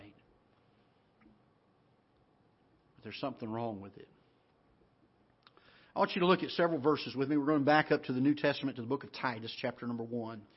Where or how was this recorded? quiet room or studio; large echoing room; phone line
large echoing room